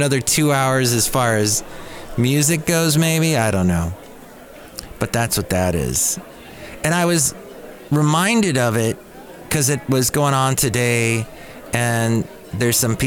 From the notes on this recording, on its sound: podcasts live from Café Anyway